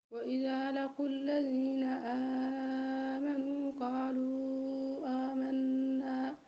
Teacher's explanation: هنا مدين، مد الأول جائز منفصل والثاني مد بدل، عندك نقص في المد